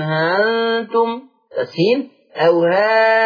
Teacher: ورش يقول هانتم تسهيل او هانتم، مد ستة حركات